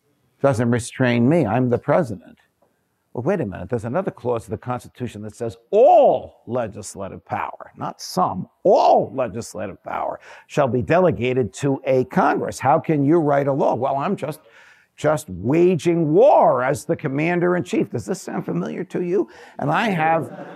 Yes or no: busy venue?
no